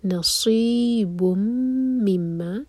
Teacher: یہاں پر صاد منہ بھر کر پڑھنا ہے، زبان کو پیچھے سے اٹھائیں گے